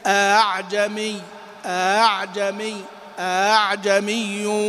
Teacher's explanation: حفص يحقق الهمزتين عموما، لكنه في هذه الكلمة سهل